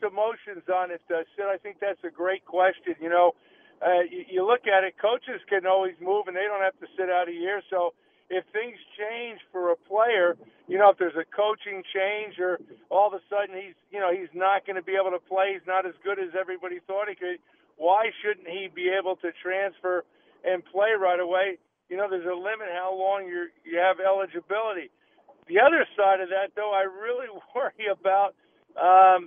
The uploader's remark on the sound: the guys take your phone calls throughout the hour